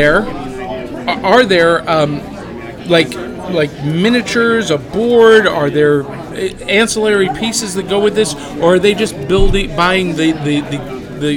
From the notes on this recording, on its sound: comes to you live from Imaginarium 2017